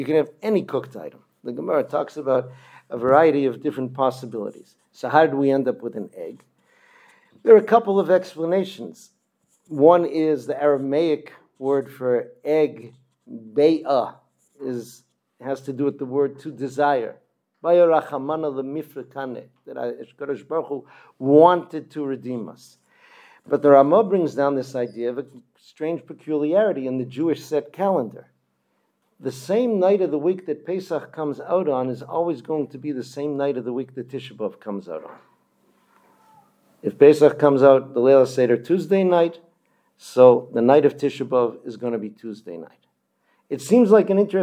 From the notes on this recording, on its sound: Delivered at Kehilat Ayelet HaShachar in Modiin